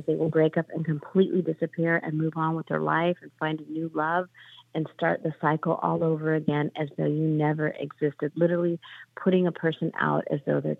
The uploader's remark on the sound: your calls in open phones across America